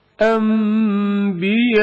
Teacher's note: اس مثال میں الف بعنوان حرف مد، حمزہ بعنوان سبب ہے. اس لیے مد مد متصل ہے